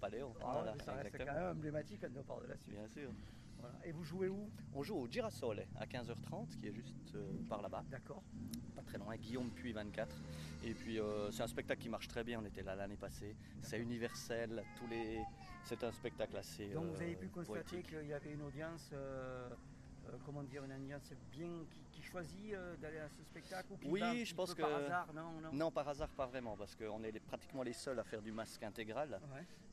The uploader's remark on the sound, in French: Micro Trottoir Festival d'Avignon 2022. Une balade microphonique dans Avignon, à la recherche de thèmes relatifs à l'ambiance du Festival de théâtre.